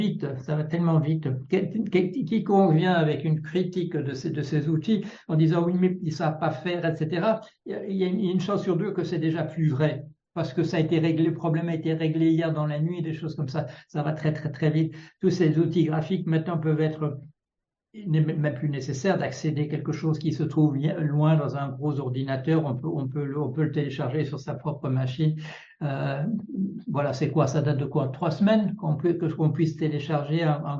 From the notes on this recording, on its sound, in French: Un extrait d'une conversation Zoom enregistrée.